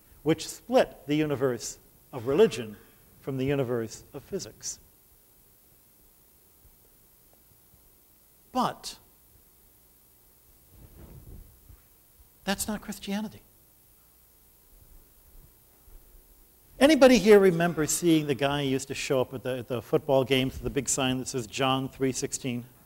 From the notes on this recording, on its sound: at the second Shulman Lecture of 2008 at the Whitney Humanities Center